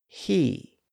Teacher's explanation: we set our tongue to make the E sound, and again, we just precede that sound with a little breath · Term: H sound